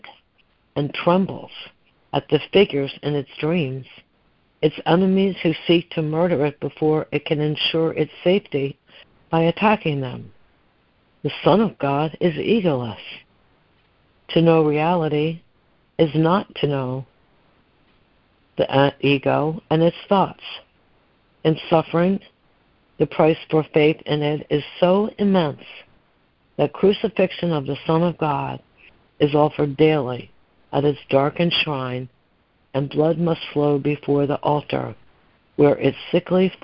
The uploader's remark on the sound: ACIM Daily Conference Call